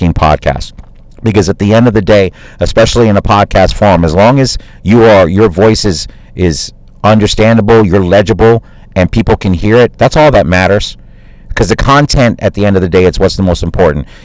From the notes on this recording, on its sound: Live from my car.